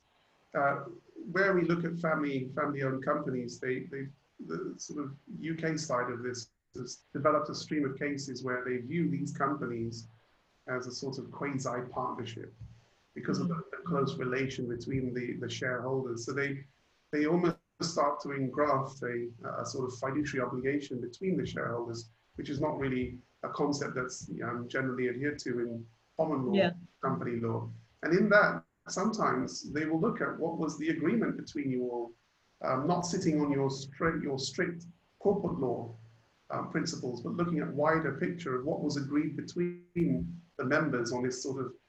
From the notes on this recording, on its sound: Webinar audio recording